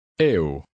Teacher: you put the sound A in front of U and let the sounds blend together